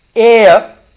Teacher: the centering diphthong is initiated from half close region